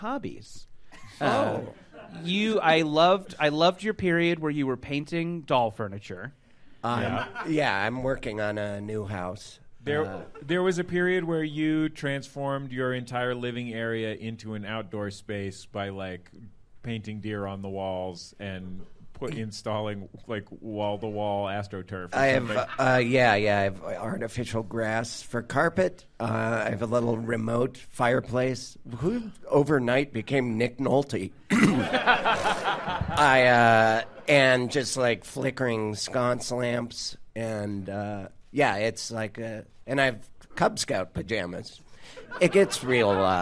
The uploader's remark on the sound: Live from MaxFunCon 2022 in Lake Arrowhead